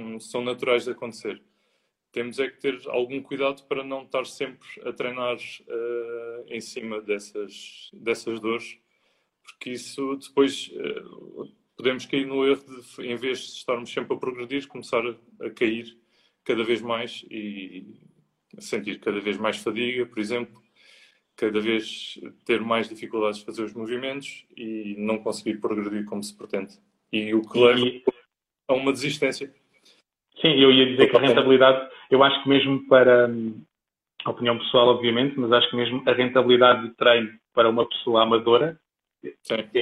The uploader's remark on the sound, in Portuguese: Gravado através do LIVE do Instagram.